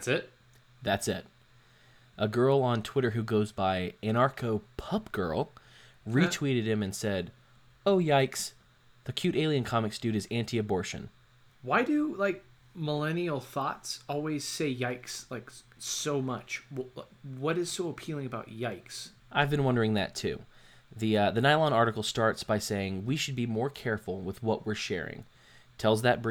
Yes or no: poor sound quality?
no